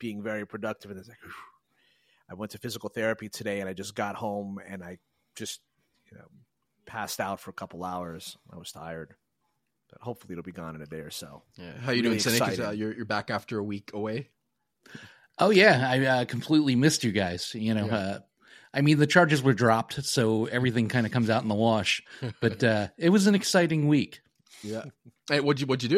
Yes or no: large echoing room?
no